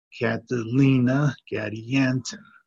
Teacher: Third syllable, stressed in both names, both end with the consonant N